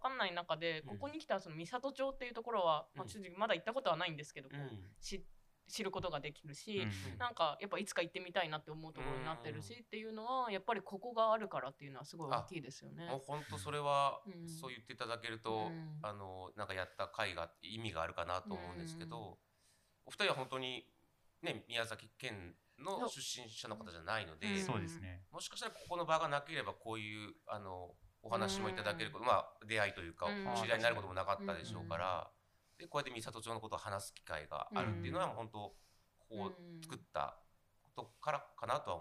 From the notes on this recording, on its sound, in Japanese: はじめてのオフライン収録につき、音声が小さめです。ごめんなさい！！